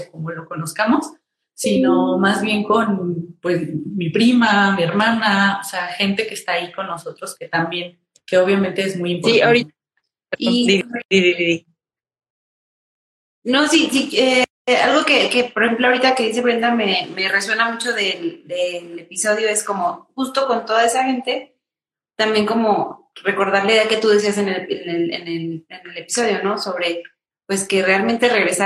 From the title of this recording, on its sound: Instagram Live